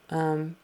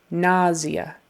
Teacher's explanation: Actually, it's really pronounced nausea with more of a Z. Nausea. And the primary accent is on the first syllable.